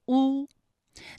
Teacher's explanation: 声带在发音的时候呢，声带是需要颤动的